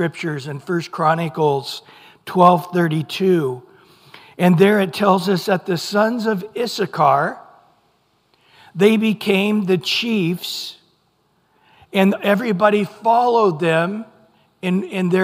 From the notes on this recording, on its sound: Recorded at Calvary Chapel of Los Alamitos on Aug 20 2023 on Sunday Morning Sermon